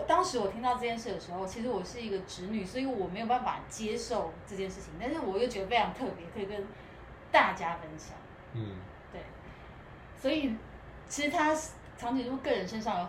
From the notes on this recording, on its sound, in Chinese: 錄音背景有點雜音，配樂很陽春。